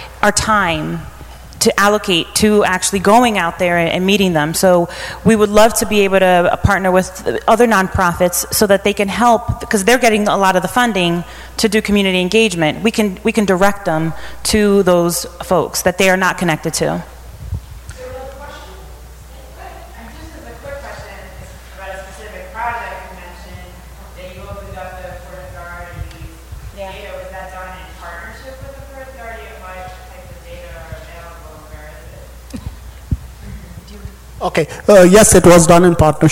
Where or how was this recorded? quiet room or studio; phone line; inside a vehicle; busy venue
busy venue